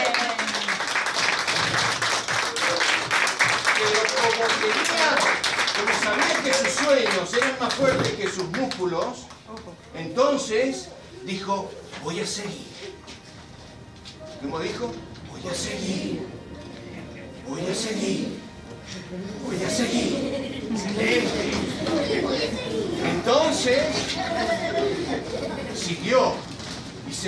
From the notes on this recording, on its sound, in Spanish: Audio en Vivo extraído de un encuentro con niños de un merendero en Río Segundo, Córdoba. Argentina.